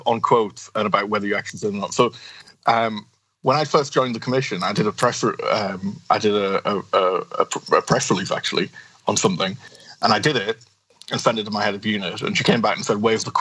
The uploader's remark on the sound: Sorry for the audio quality in this one, we had to record the skype stream directly.